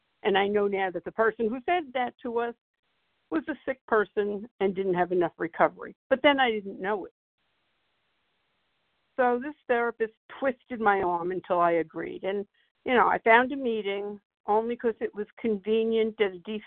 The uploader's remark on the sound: from the 100 Pounders Phone Meeting, 1/31/24.